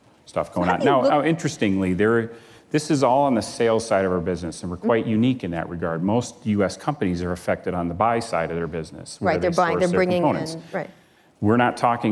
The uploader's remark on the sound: live onstage at the 2019 Code Conference